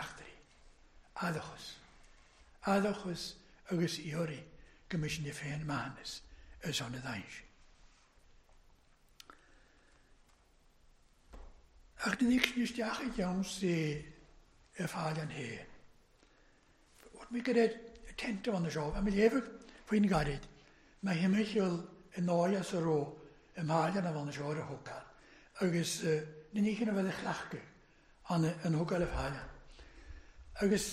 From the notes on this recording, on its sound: Gaelic service recorded at North Harris Free Church on Sunday Evening 25th July 2021